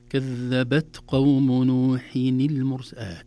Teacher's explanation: الهمس في التاء خروج هواء يسير وليس كثير، لأن الحرف مجهور وليس مهموس، عفوا، لأن الحرف شديد وليس رخو.